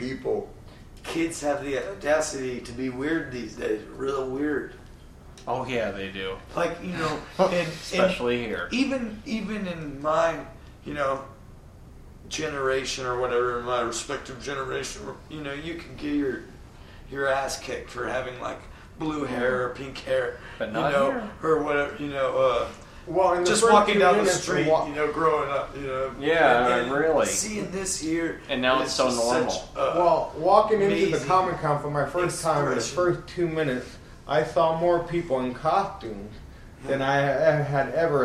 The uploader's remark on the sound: Live from Phoenix ComiCon! The first in a series of three podcasts performed at Phoenix ComiCon 2013.